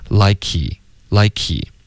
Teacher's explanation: H 开头的字，比如 he、his、him、have、had、her，尤其是这六个字，他们经常就会 H 的音听不见了。然后就直接连读到前面的音，所以比如 does 跟 he 常见的词组搭配，然后这个 he 这个字又不是关键词， H 的音听不见，直接连到前面的 z 音了。 does he does he 这个 z 直接连到 he 的 e， H 的音就消失了